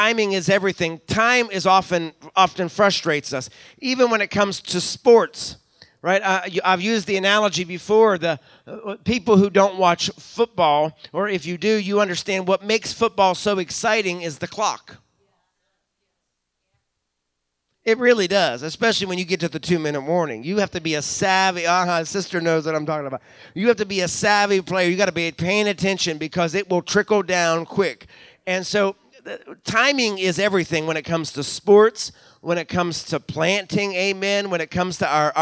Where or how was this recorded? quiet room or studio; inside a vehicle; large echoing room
large echoing room